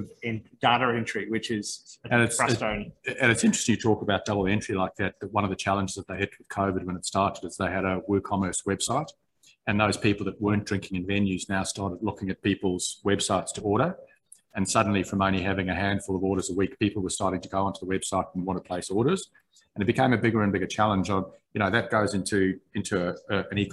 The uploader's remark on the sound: This chat was part of Cloud Culture ’s recent beer tasting Zoom event. This chat was part of Cloud Culture ’s recent beer tasting Zoom event.